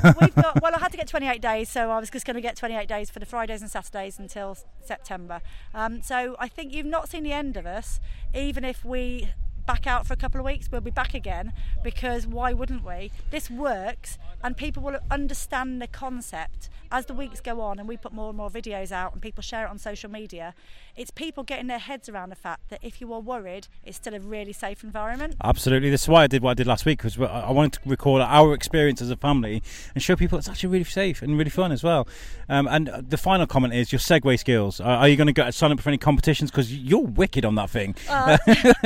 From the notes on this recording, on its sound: while he was at the Shropshire Drive in Festival's Circus weekend